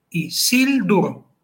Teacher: Sil termina en consonante, en concreto en una L. Es fuerte y se lleva el acento.